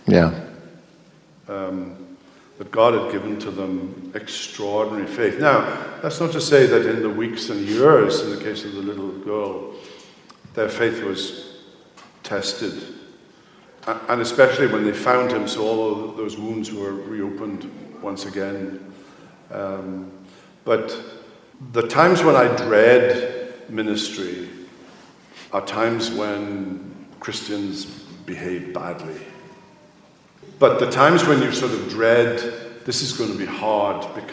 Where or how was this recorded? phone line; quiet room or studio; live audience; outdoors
live audience